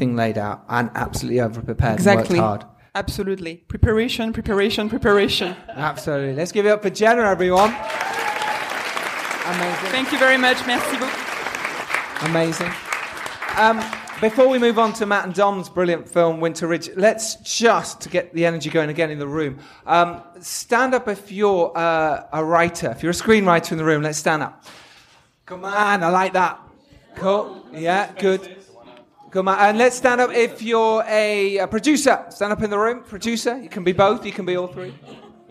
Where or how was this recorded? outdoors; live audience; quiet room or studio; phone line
live audience